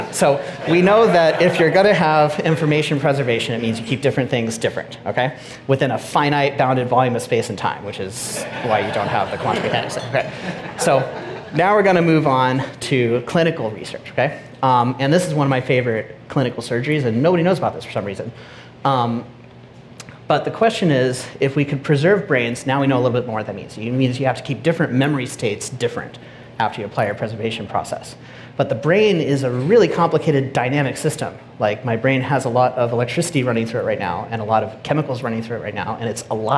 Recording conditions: busy venue